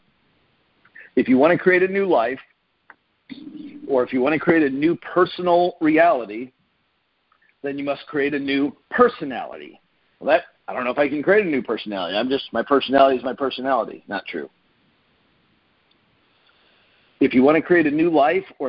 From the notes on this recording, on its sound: Team Freedom conference call on 8/30/19.